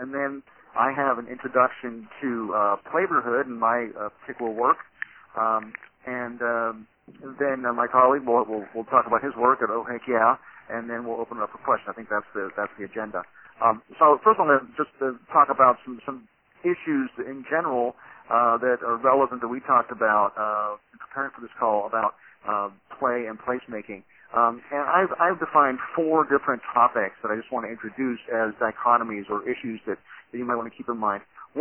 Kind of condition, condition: link, phone line